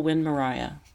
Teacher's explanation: put the accent on the second syllable, he said, and pronounce it rye